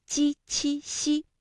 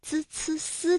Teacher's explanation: 我们在读鸡栖息的时候呢，感觉到是舌的中间在使劲，也就是我们通常所说的舌面，而滋呲丝呢，会感觉到是舌尖在用劲儿 · Term: 部位不同